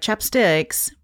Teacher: I'm putting the emphasis on the second syllable